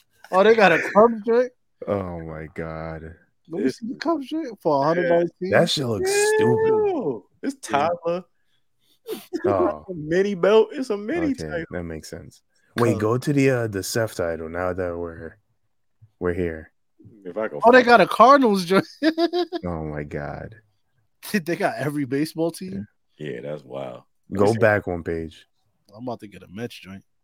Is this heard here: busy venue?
no